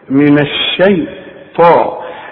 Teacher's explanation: اوعى تقول لي الشين دائما في القرآن وانت خدتها مرققة دائما، من الشيطان. الطاء هي مفخمة، والطاء من أعلى الحروف المفخمة لأن بعدها ألف. أعوذ بالله من الشيطان الرجيم.